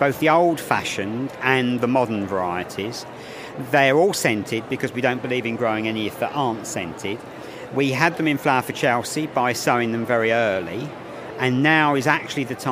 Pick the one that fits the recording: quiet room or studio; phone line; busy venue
busy venue